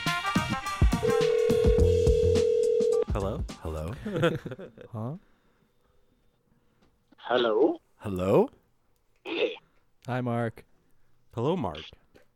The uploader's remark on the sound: In the living room this week is. ON THE PHONE.